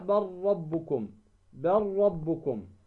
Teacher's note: ذهبت اللام وأدغمت ماذا بالراء